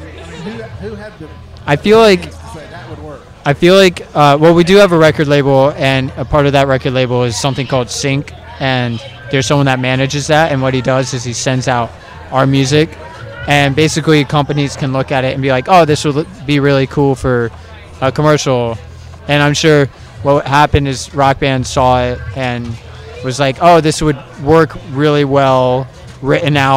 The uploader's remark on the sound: while on-site at Moon River Music Festival